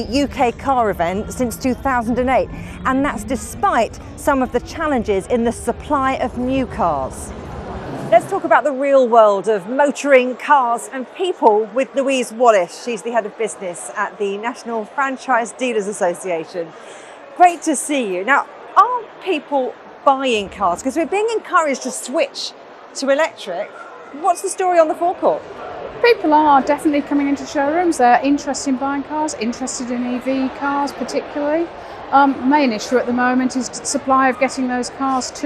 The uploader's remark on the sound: we're on the road at the British motor show